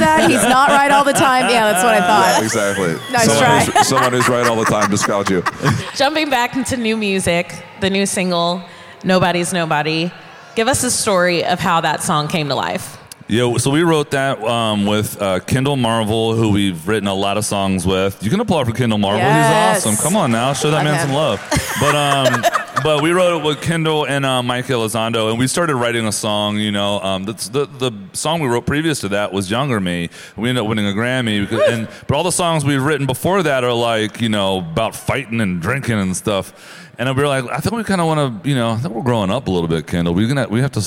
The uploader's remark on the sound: joined us live from CMA Fest